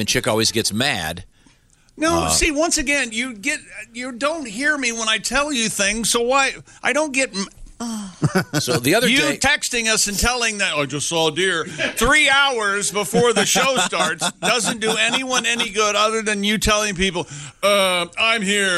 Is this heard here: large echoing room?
no